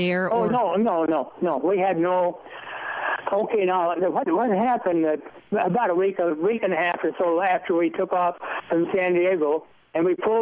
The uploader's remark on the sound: by phone